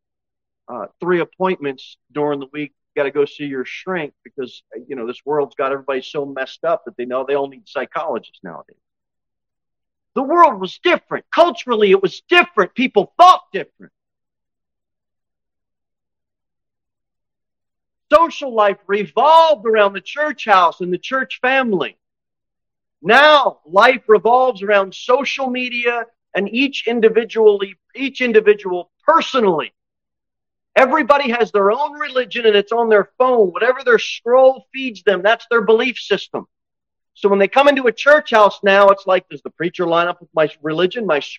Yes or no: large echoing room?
yes